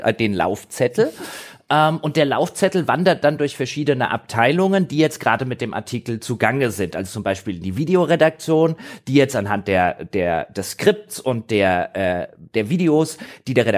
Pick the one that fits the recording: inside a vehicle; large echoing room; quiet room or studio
quiet room or studio